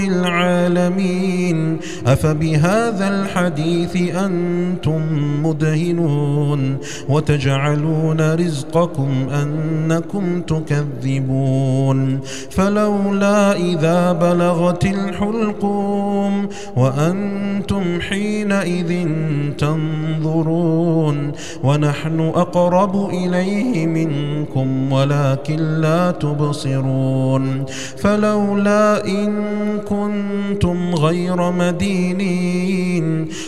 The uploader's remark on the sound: recorded at Green Lane Masjid, Birmingham, UK